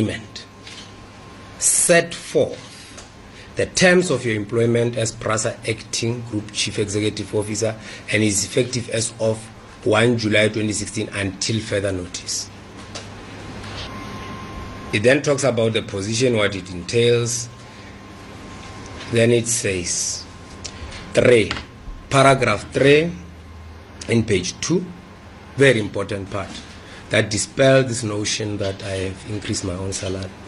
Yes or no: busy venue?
yes